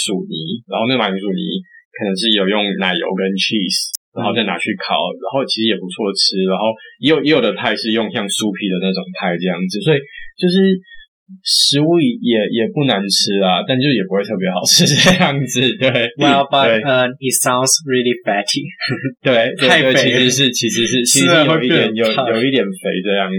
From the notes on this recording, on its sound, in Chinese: 這次去噪後音質超差，早知道當初就別買電容式的麥克風了